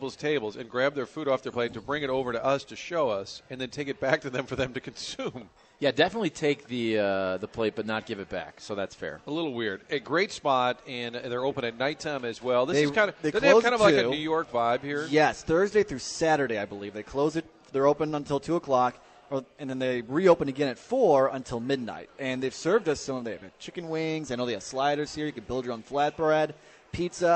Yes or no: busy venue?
yes